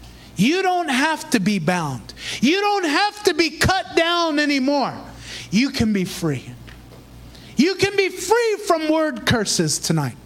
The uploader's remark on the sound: Recorded in Praise Revival Center, Davao City, Philippines.